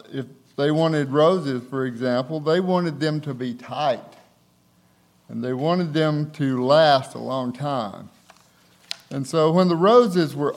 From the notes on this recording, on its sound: recorded on February 3, 2024, at Ringgold Seventh-day Adventist Church